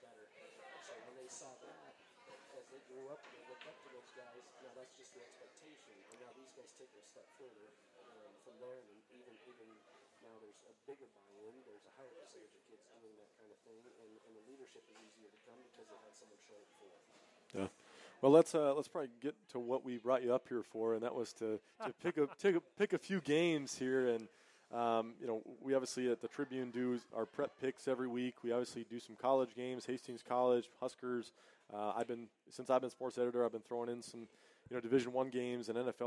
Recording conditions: uneven or low level